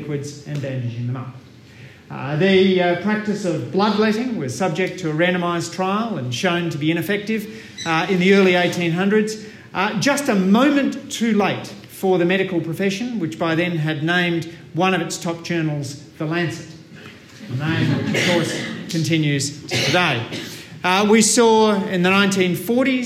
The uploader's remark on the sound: This talk was delivered at the launch of the Association for Inter-disciplinary Meta-research and Open Science on 7 November 2019 at the University of Melbourne